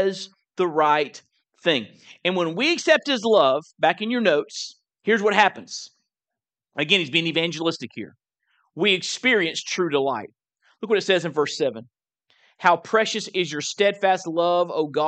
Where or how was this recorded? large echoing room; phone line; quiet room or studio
large echoing room